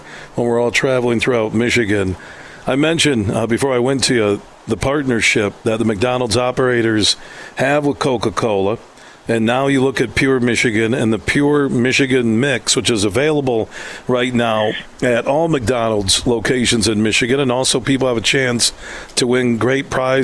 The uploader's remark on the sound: Today, we're broadcasting live from the Midland Country Club as the Dow Great Lakes Bay Invitational two-person event takes place this week.